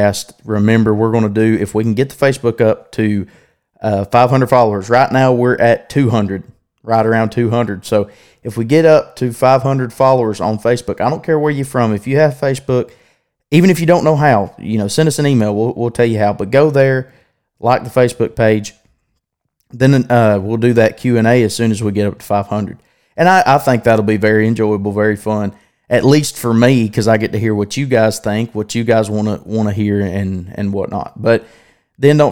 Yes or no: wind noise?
no